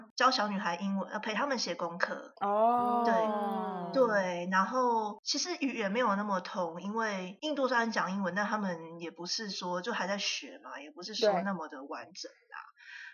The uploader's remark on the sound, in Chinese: 本集音質較差